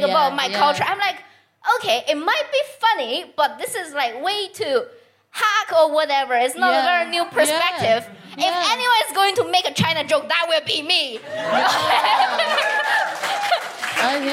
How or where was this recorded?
busy venue